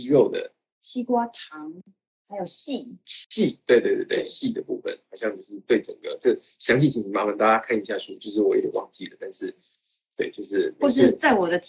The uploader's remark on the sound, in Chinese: 也因為這樣音質比較差，請大家多包涵。